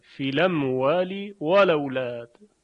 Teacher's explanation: لام ساکن حرکت همزه رو بهش میدن و همزه رو حذفش میکنن · Term: نقل حرکت